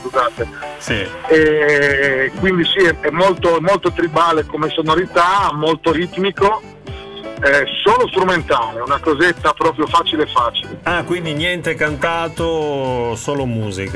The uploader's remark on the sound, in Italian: INTERVISTA TELEFONICA